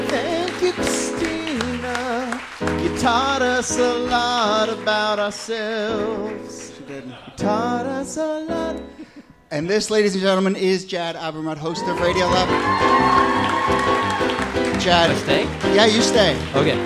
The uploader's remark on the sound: Ask Roulette is a conversation series in which strangers ask each other questions on stage. This excerpt is from our January regular show at Housing Works Bookstore.